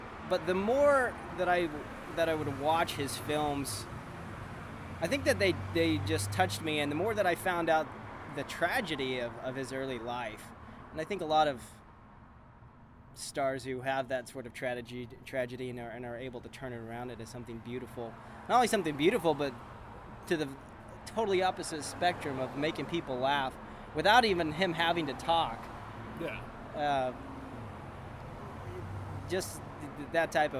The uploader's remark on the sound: This week's episode of the podcast is a special episode, recorded live on the steps of the old Charlie Chaplin studios in Hollywood! On the steps of the old Chaplin Studios, now the Jim Henson Studios.